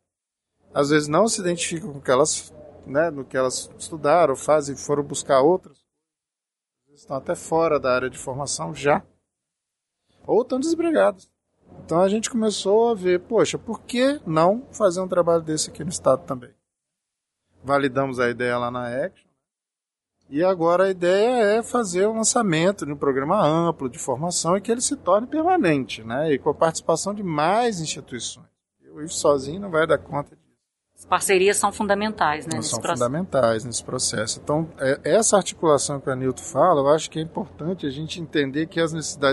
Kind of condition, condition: setting, busy venue